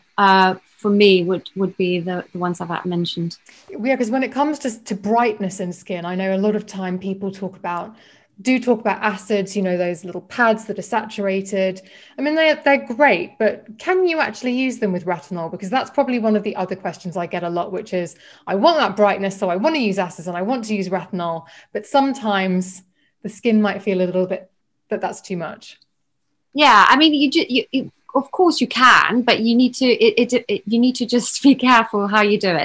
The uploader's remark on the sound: This episode was recorded via video call as lockdown restrictions meant we couldn't record in-person so there may be inconsistencies with sound.